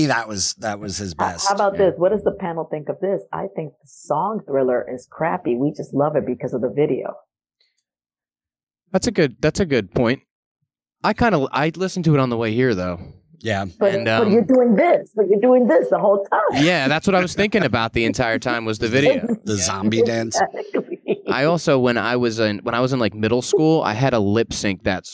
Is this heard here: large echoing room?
no